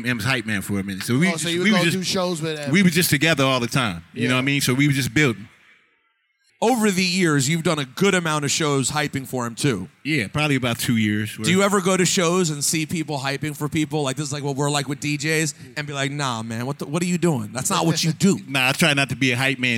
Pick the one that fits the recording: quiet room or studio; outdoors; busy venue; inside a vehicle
busy venue